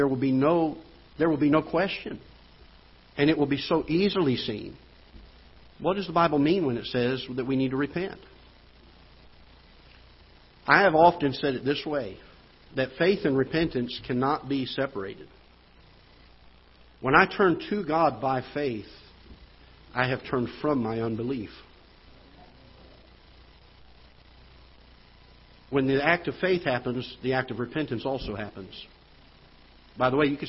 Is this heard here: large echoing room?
yes